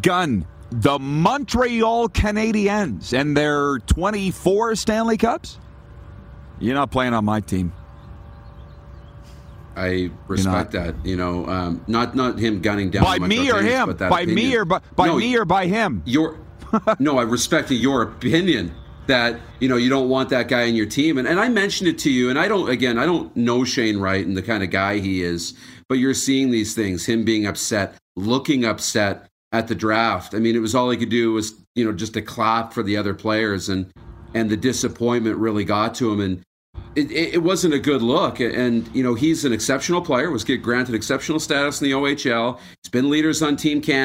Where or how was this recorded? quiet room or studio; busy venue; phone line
busy venue